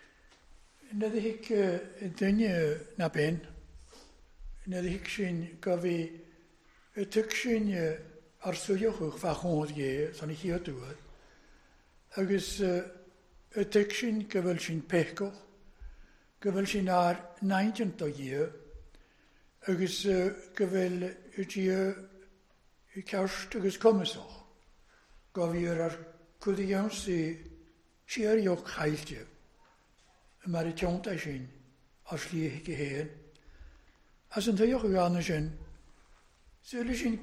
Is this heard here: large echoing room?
yes